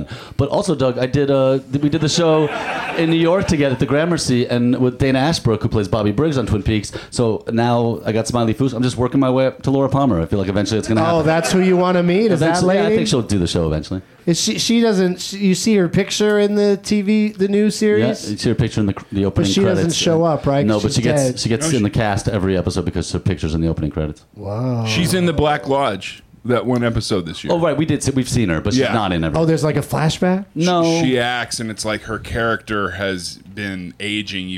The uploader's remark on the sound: Back at the UCB Franklin in Los Angeles